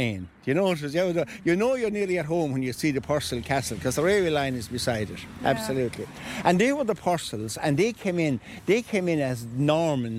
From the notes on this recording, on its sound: We'll go live to the cottage in a few minutes. Take a walk around Loughmore.